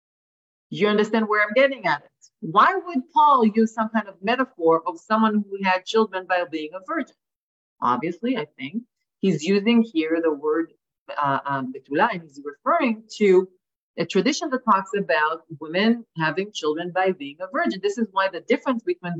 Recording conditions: video call